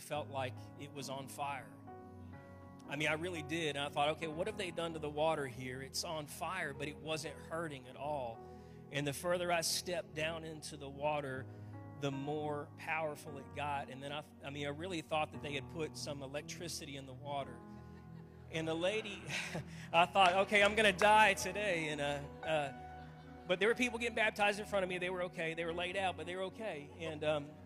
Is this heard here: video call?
no